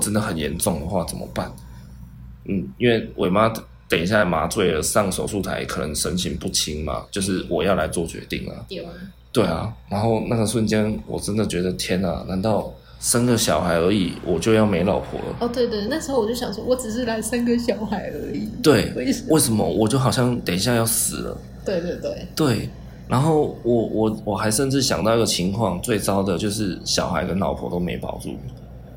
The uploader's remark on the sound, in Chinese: 這集錄音設備罷工，緊急用手機錄音請原諒低音質。